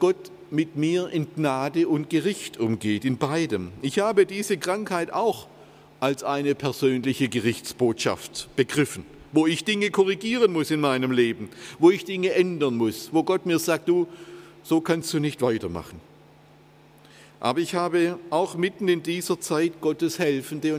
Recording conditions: large echoing room